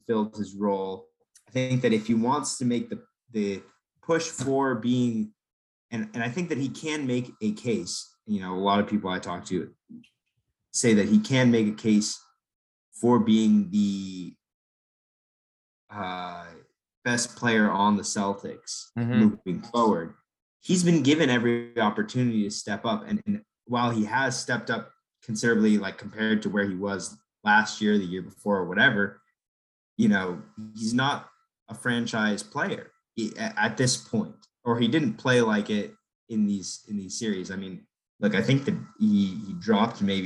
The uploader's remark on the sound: Over zoom. Before we were rudely cut off by Zoom.